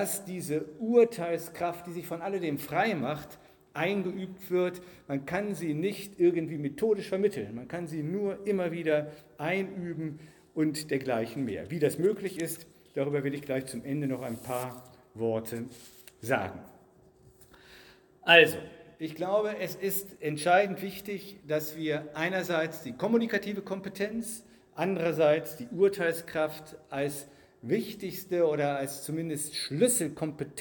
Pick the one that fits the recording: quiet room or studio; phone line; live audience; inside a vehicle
live audience